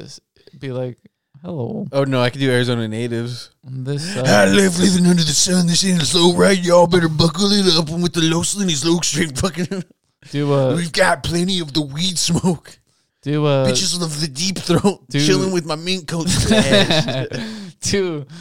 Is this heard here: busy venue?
no